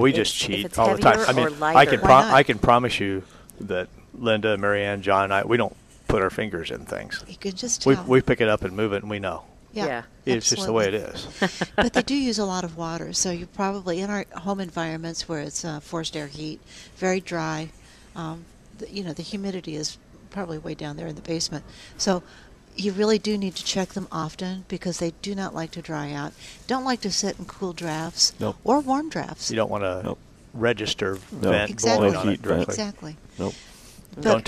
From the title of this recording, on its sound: Live at Prairie Gardens 12-8-18